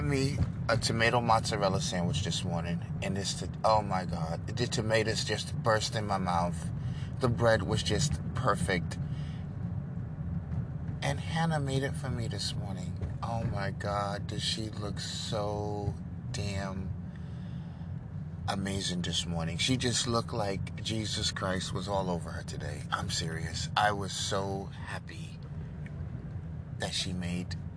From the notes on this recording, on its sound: the trees sound beautiful the sun is amazing and the birds are extremely loud